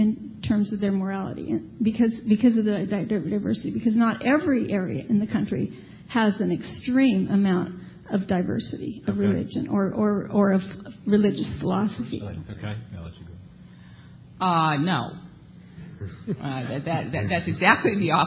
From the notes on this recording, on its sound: The Federalist Society's Federalism & Separation of Powers Practice Group presented this panel discussion at the 2007 Annual National Lawyers Convention on November 15, 2007.